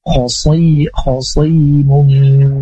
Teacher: Nutfatin fa'idha huwa khasiy dengan huruf sa, cuman huruf son ini ada di tengah lidah dan si tengah lidahnya itu terangkat, dia punya sifat itbah, artinya tengah lidahnya nempel ke langit atas, jadi suaranya tetap tebal meskipun dia kasro